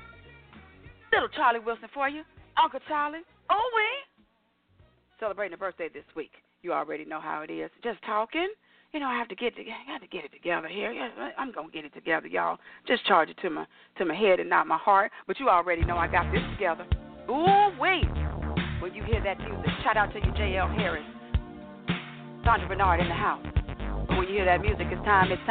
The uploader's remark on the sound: your phone calls, comments, questions